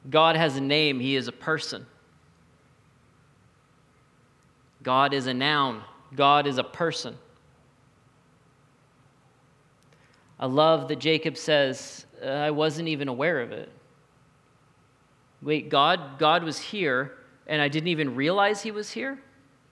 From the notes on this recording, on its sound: recorded at the Saturday Night Church venue of The Neighbourhood Church in Saskatoon Saskatchewan.